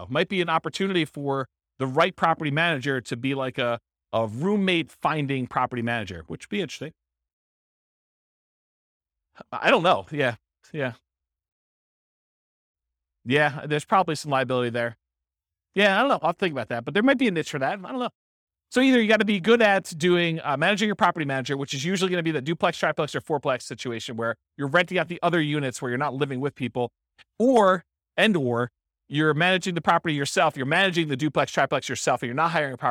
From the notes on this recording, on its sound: This was a live class recorded